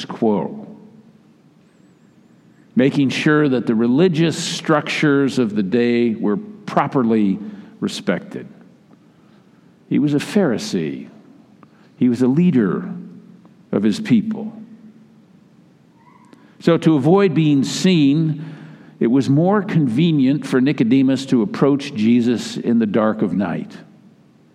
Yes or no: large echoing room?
yes